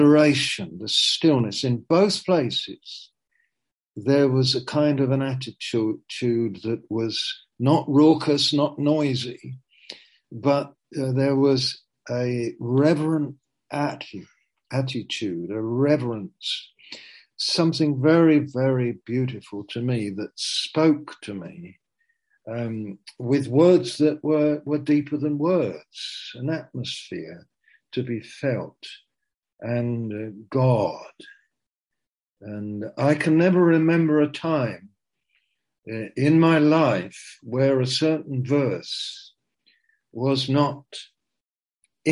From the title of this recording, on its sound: Zoom - Teign Valley Sessions